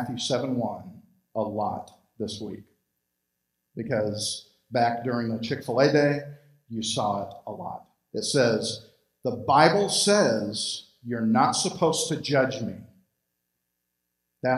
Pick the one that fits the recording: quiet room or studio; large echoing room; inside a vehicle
large echoing room